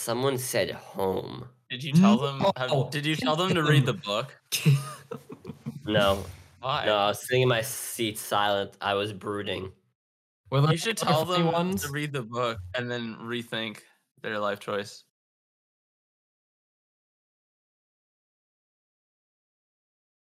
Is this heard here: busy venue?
no